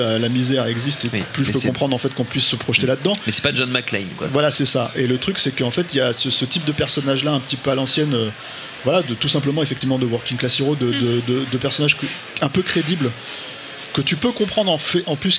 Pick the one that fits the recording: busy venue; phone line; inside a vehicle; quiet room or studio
busy venue